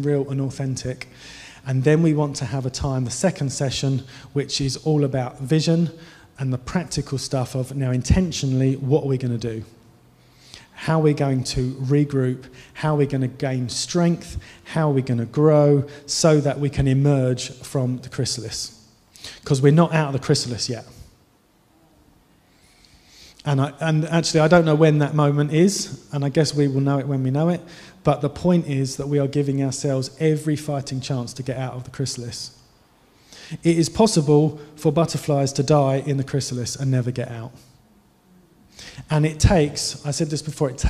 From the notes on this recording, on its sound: Given during the Oasis Church Live Stream